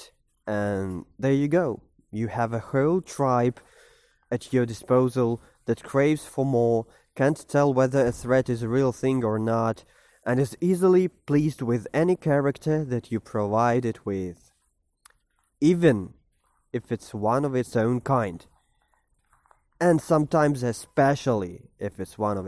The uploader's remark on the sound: while walking to a coffeeshop before work in the morning